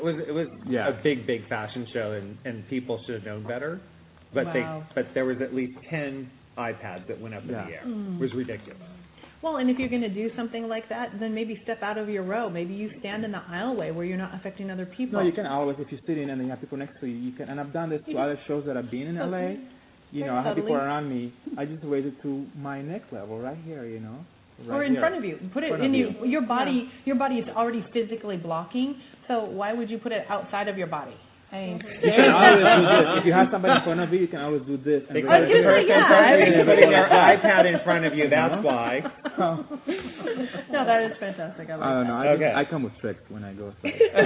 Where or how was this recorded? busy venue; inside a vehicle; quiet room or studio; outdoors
busy venue